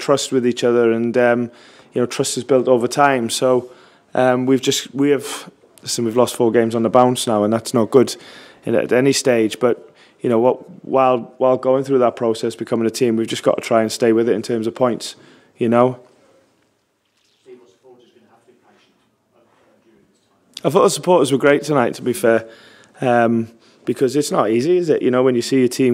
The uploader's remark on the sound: Post Match Press Conference